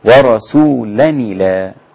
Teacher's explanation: مكسوره، يبقى خلي النون ديت مكسوره، بنقل حركه الهمزه للساكن قبلها اللي هي النون